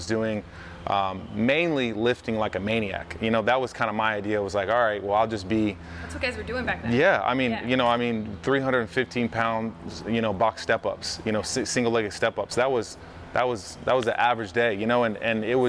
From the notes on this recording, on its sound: We’re in his hangar so please excuse the loud sounds in the background.